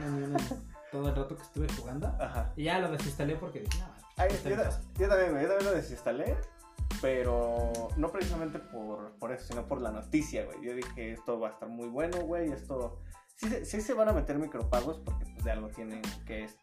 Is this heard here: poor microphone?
yes